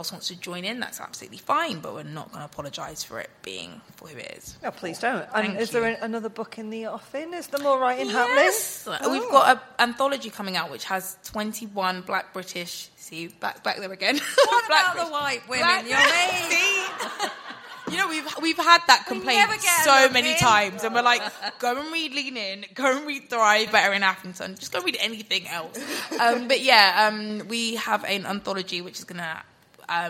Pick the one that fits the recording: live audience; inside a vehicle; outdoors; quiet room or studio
live audience